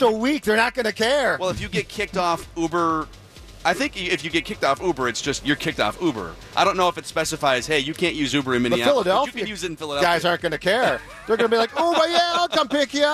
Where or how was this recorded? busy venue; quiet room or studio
busy venue